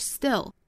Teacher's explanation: s 后面的清辅音是不送气的